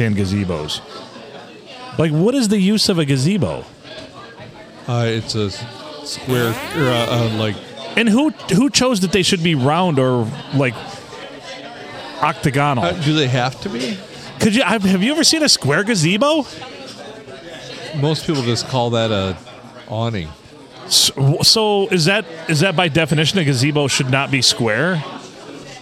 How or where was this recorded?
busy venue